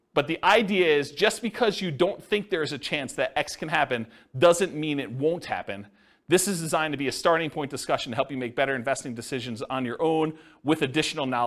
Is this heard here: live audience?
yes